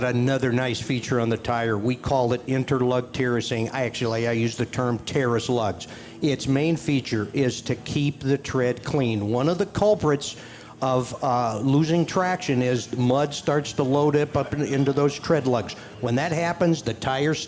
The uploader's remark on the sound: On location from the Farm Progress Show in Boone, Iowa. Broadcasted from the Trelleborg booth.